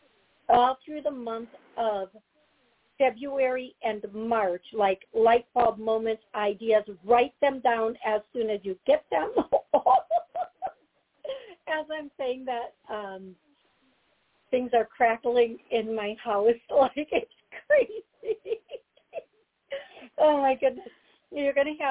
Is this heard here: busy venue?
no